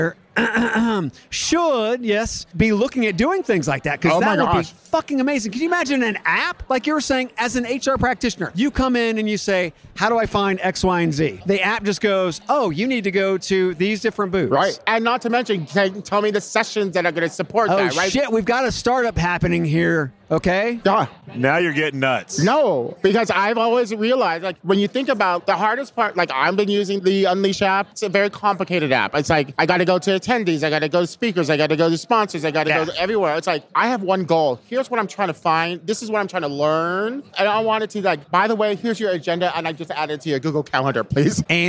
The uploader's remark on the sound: Live from UNLEASH America in the Workhuman booth